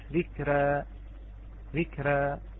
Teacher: عندما عرفنا التقليل قلنا هي بإمالة الفتحة إلى الياء، إلى الكسرة عفوا، والألف إلى الياء، أي بين الفتح وبين الإمالة الكبرى، فسوف يكون هناك اعوجاج في ألف ذكرى، ذكرى.